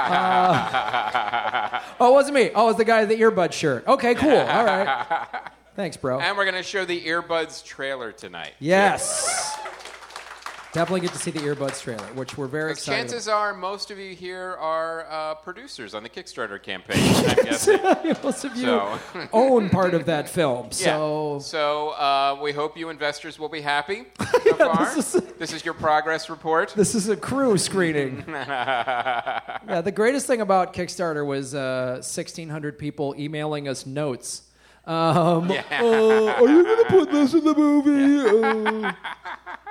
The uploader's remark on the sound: LIVE FROM PORTLAND! Helium comedy club in Portland, OR.